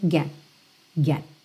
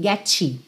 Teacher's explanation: Ou seja, eu chego a botar a língua no T, mas eu não chego a soltar esse T mesmo · Shown in: first take